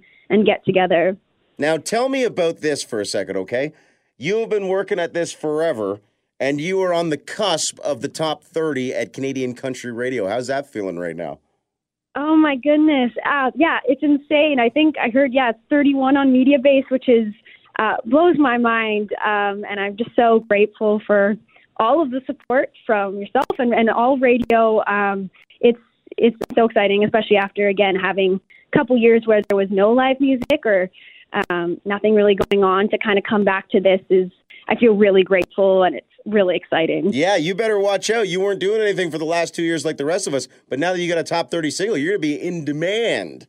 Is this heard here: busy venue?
no